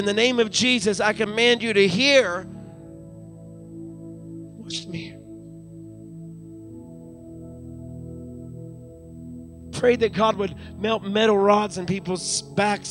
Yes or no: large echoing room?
yes